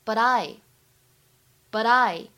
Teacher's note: but I 在这里呢可以做连读，其中清辅音 t 还可以不送气，会变成 butI